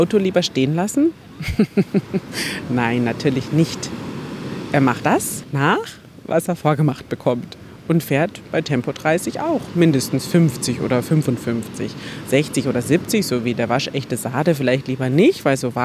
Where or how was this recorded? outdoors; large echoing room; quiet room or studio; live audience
outdoors